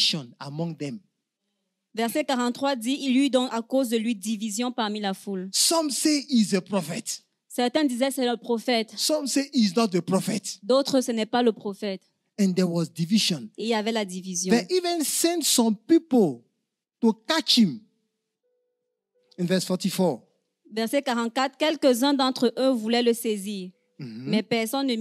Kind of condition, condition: setting, large echoing room